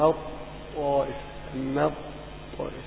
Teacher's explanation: التاء لا تنطق إنما أضغمت إضغاما كاملا · Term: إضغام كامل